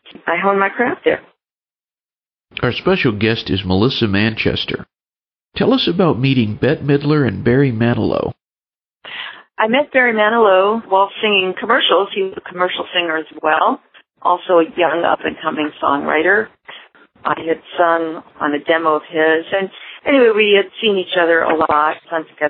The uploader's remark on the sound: She called in, and it was one of those very relaxed phone interviews, for radio.